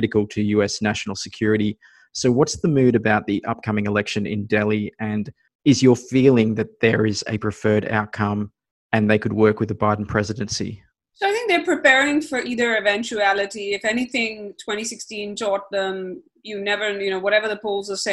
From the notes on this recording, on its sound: A live podcast recording of the Asia Rising podcast via zoom.